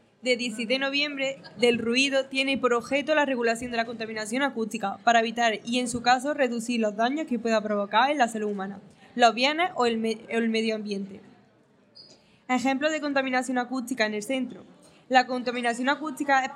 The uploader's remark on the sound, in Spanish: El alumnado de 4º ESO ha grabado un podcast en directo en la entrada de nuestro Centro con motivo del Día Mundial de la Radio.